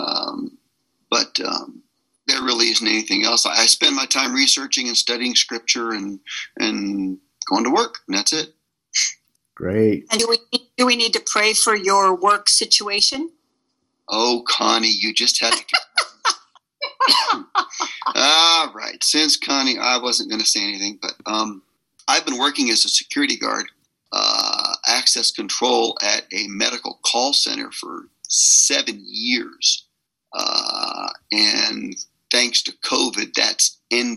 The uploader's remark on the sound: at our Zoom meeting #34